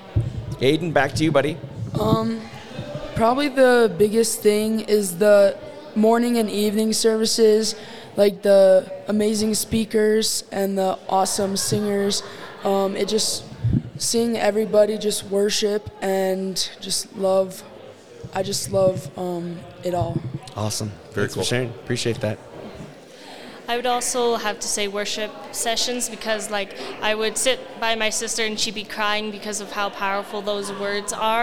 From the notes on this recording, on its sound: LIVE at FLY. Record on-site at the 2023 FLY Convention in front of a live audience. Attendees ask questions.